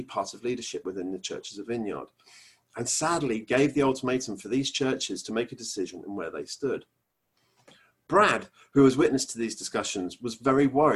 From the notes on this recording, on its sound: Our Zoom streamed service